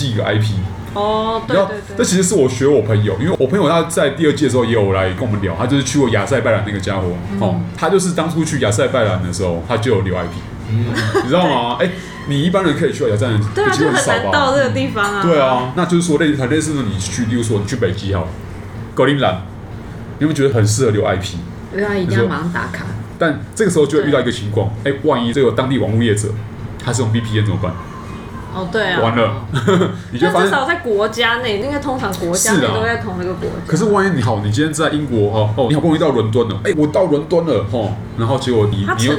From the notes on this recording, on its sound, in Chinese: 本集白噪音指數：蚊風級 1/5。錄音地點： Wine Café。